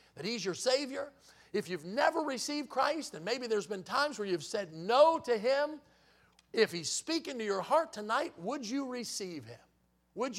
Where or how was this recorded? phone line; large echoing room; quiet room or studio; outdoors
large echoing room